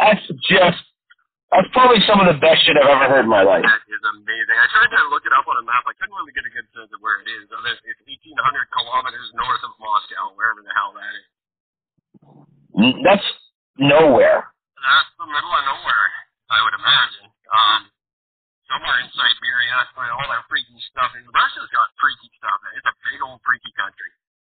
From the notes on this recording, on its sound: The result sounds like garbage, gets cut off halfway through